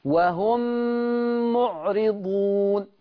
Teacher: بقفل الشفة والغنة شغالة من الخيشوم